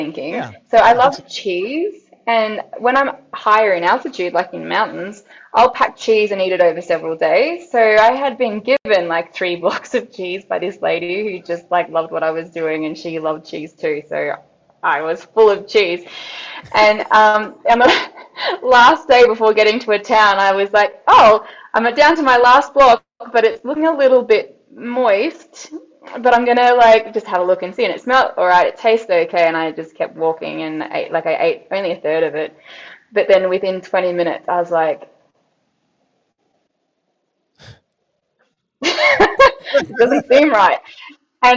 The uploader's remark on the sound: There were some technical issues with this episode.